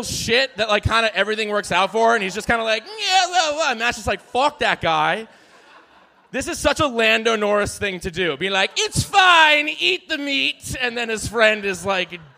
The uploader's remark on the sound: 2023 USGP LIVE SHOW IN AUSTIN. The guys recorded LIVE at the Vulcan Theater.